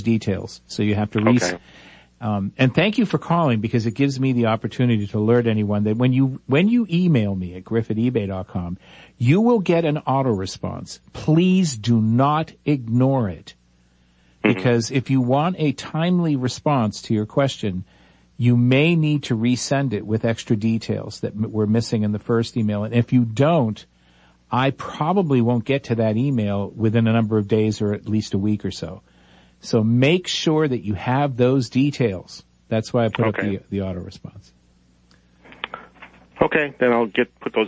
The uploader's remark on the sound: Bonus open phones segment!